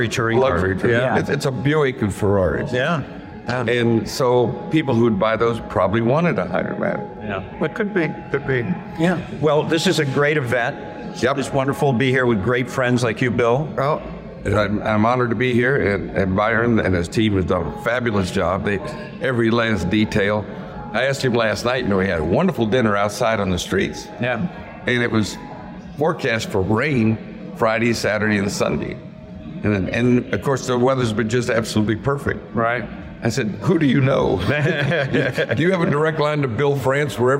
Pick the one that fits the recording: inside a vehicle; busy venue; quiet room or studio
busy venue